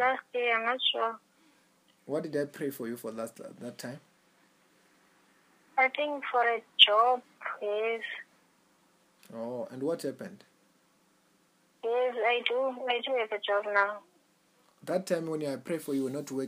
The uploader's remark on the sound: Healing over the phone in cape Town.